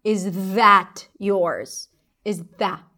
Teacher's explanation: I'm not fully pronouncing the TH.